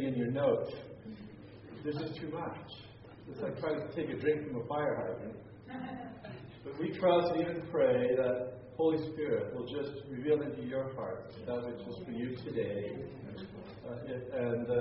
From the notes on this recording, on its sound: teaching as part of the Exchanged Life Conference in Pigeon Forge, TN